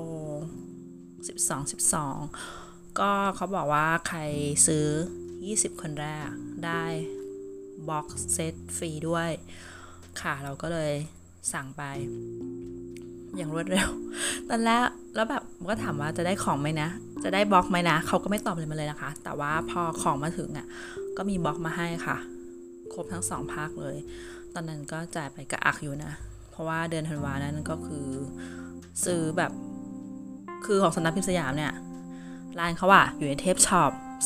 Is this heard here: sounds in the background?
yes